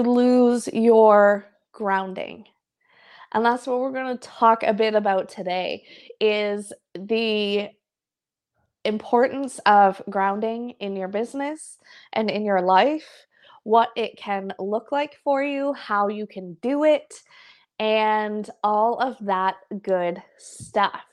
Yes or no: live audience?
no